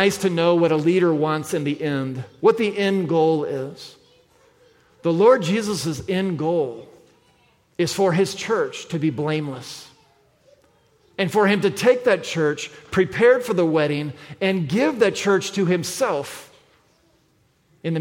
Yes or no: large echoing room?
yes